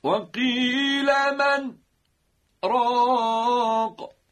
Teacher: و اما آخرین نکته، هرگاه نون ساکنه در عبارت من راق، من راق سوره قیامه، هرگاه این نون ساکنه رسید به همین کلمه در سوره قیامه آیه 27، ما اینجا رو هم نباید ادغام بکنیم، بلکه اظهار میکنیم، چون سکت داره اینجا، یعنی یک سکوت بین من راق اتفاق افتاده که انشاءالله در مبحث‌های آینده من برای شما خواهم گفت.